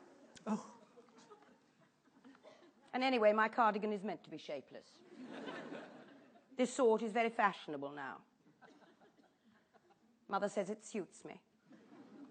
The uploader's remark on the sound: Taken from the National Theatre's archive of Platform event. Perform a short radio play with him in front of a live audience at the National Theatre. This is an audio recording of a live event from 1995.